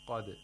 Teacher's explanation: the first word is qad. We have tafkhim of qaf.